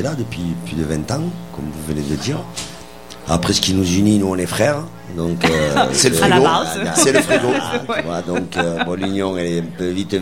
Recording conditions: busy venue